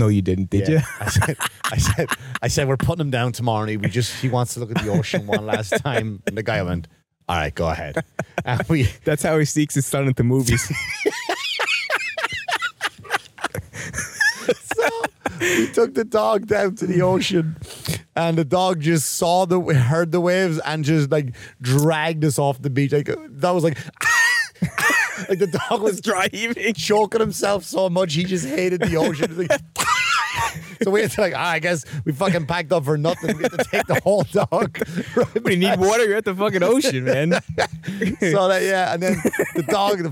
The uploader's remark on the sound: The guys take the show outside the 400 degree studio. Brings his dog to the beach.